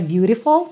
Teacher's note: Então, por exemplo, beautiful, que vira beautiful, tá? Esse T virou rarara